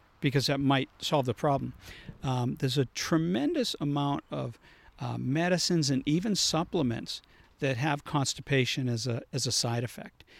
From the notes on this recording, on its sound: A live podcast recorded in his garden in Boston.